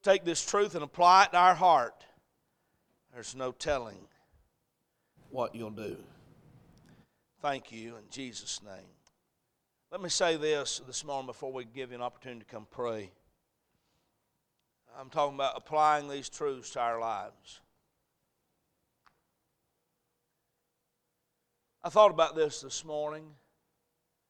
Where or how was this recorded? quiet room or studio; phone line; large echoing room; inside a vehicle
large echoing room